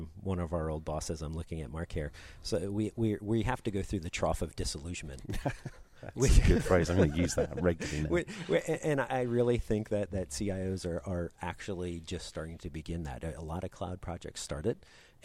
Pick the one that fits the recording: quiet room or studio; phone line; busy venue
busy venue